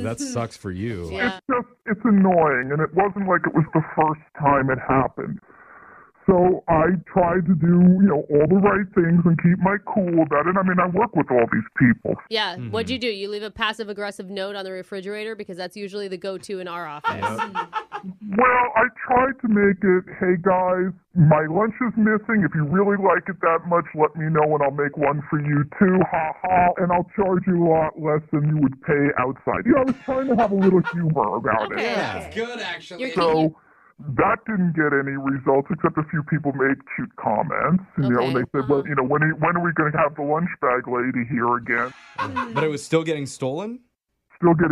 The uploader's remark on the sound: the listener on the phone